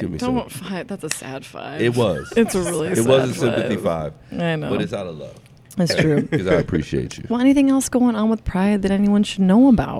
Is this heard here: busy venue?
yes